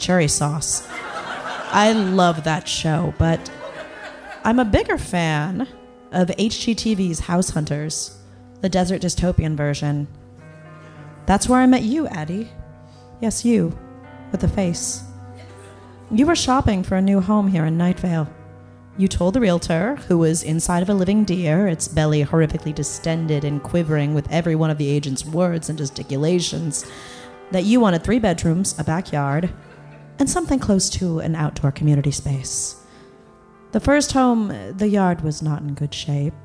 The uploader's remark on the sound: Live in LA at Largo.